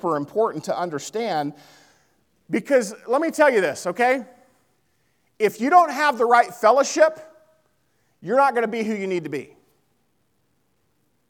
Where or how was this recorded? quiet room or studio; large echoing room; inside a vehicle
large echoing room